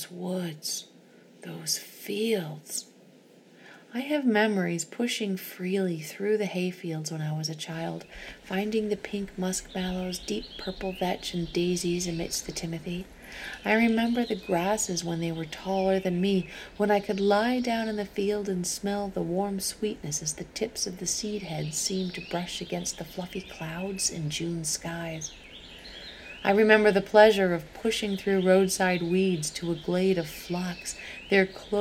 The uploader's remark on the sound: If you're wondering what that noise in the background of the recording is...It was POURING when I recorded this week!!!